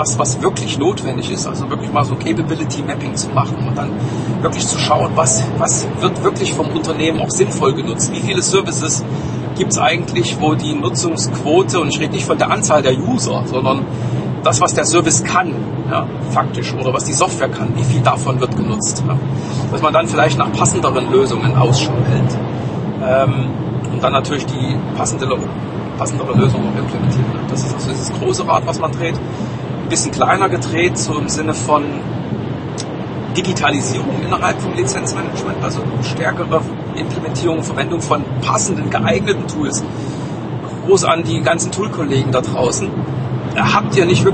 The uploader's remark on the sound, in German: Auf dem Weg zurück von einem Kundentermin. On the Road - deswegen auch mit etwas Hintergrundgeräuschen.